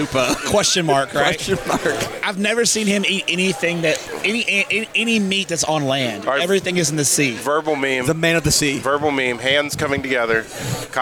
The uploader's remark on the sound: Live on tape from the 2023 Texas High School Coaches Association Coaching School and Convention in Houston